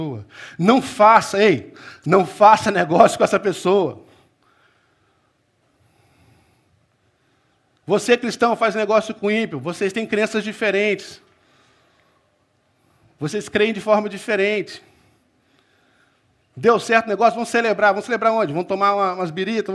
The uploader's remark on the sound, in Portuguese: Culto Celebração Manhã